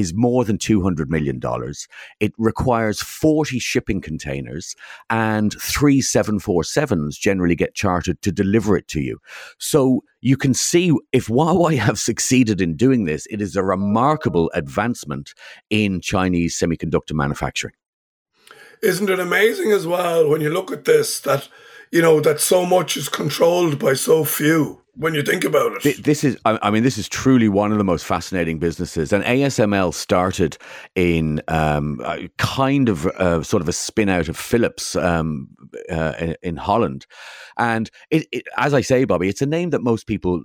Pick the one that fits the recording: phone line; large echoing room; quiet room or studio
quiet room or studio